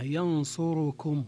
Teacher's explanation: نعم، جميع القراء عدا أبي عمرو قرأوا ينصركم بإتمام حركة الضمة على الواو. ينصركم، ينصر جاءت معها كم أو لم تأتي معها، تبقى ضمة الراء تامة، ينصركم. نعم، والأولى إتمام ضمة الراء، ينصركم، بيان هذه الضمة.